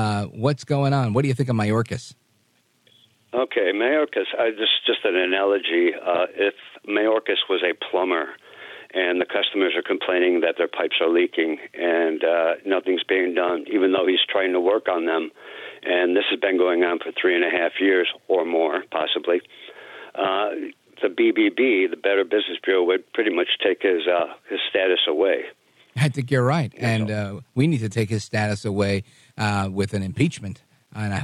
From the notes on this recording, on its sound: we take your calls in open phones across America